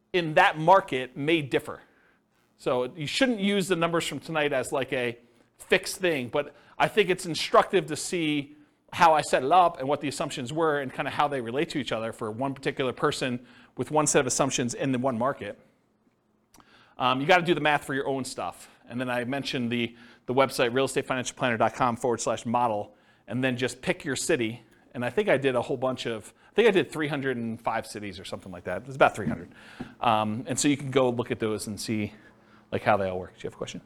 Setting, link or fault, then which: setting, live audience